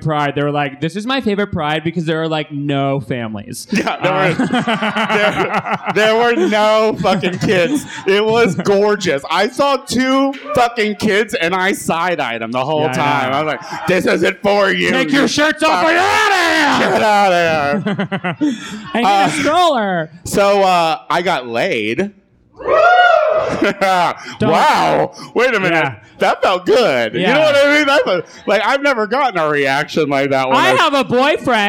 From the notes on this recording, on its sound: First live show at Akbar in Los Angeles.